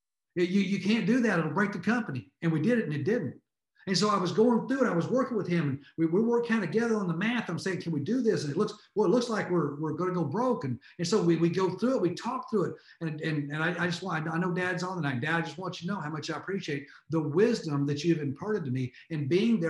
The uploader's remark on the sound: Surge365 Zoom Update Replay.